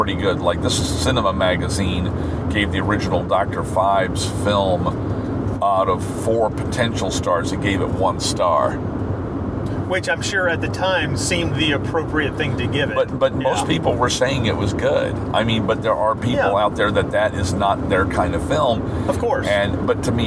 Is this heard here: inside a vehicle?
yes